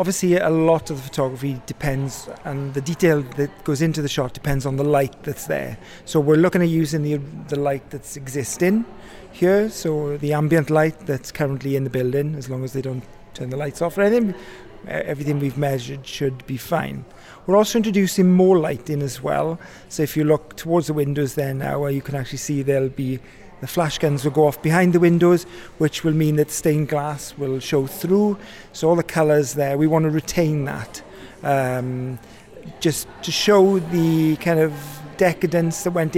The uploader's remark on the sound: We're out on location